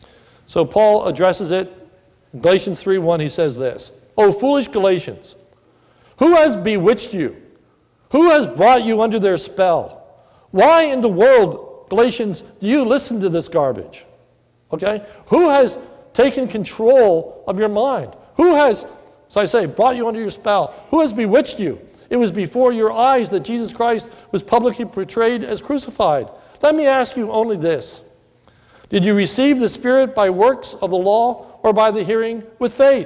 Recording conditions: large echoing room